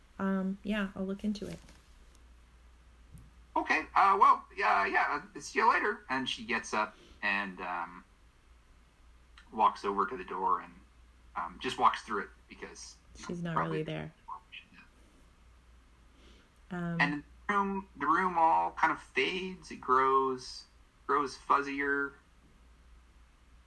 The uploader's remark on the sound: Technology continues to be unhelpful from an audio quality and game flow perspective.